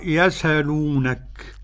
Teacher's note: ينقل حركة الهمزة إلى السين · Term: بالنقل